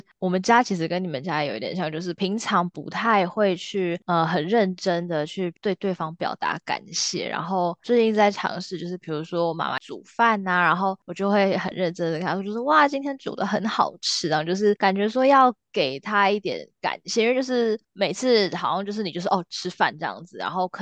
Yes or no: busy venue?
no